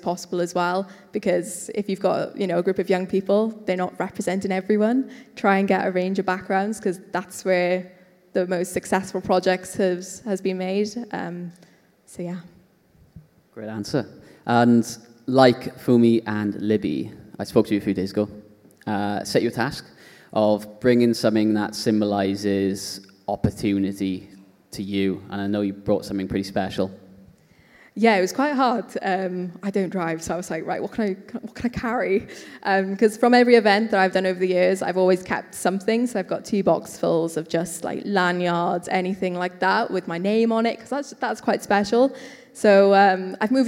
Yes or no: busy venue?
yes